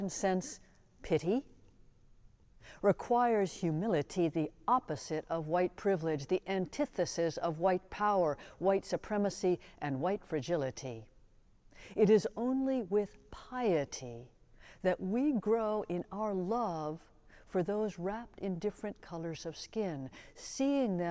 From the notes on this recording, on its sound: Sermons from Old South Church in Boston